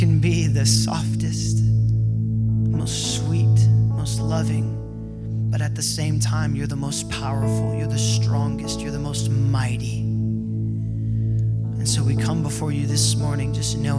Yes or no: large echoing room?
yes